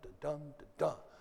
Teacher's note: So weak syllable, strong syllable. · Term: iambic